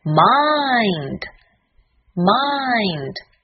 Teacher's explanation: 最后的字母 D，它的发音是 D，声带要震动